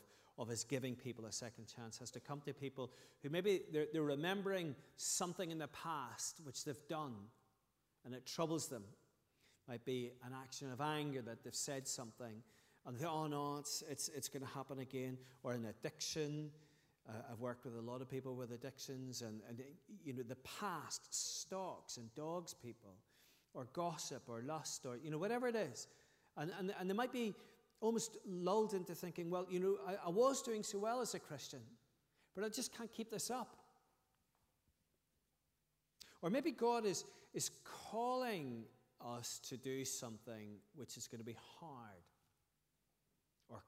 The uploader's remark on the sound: Sunday 20th August 2023 evening service